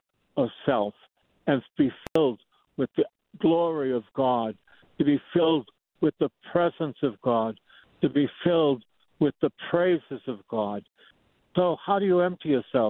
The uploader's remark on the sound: broadcast live from a botanical garden in Miami, Florida, on March 2, 2023